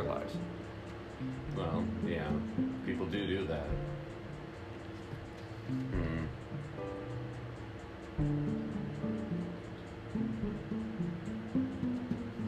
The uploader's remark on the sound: We also learn to not have a fan running during recording.